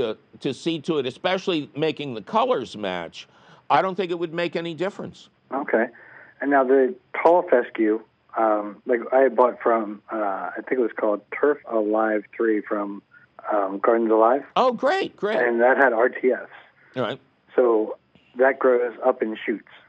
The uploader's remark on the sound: Your centennial phone calls!